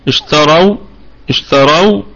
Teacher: الراء مفخمة وقفا ووصلا لأنها مفتوحة وفي وسط الكلام، وبقية الكلمة مرققة